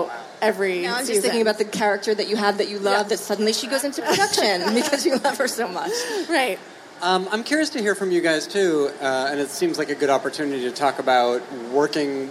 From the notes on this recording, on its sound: SXSW. Take questions from the audience.